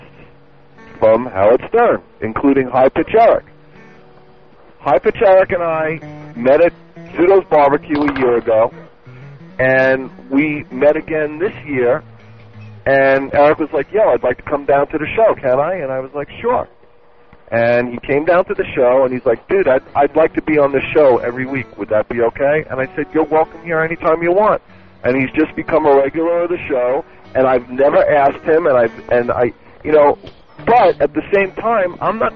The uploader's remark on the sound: Prank Phone Calls